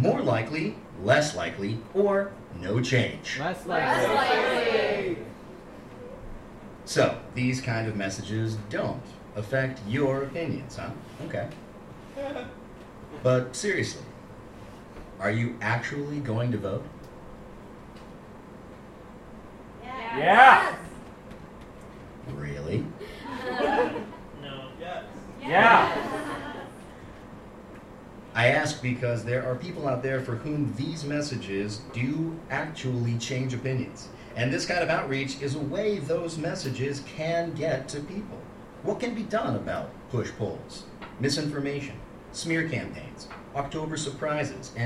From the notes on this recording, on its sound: POLL, a live interactive radio play. Recorded live July 7, 2016 at The Kraine Theater, as part of Theater in Asylum's THE PRIMARIES PROJECT.